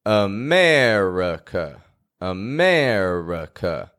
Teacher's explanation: America is full of schwas. It's got three of them.